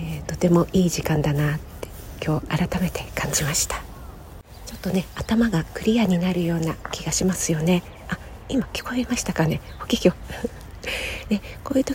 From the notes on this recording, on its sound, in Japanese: 今朝はBGMなしで ウォーキング中の鳥のさえずりを収録してみました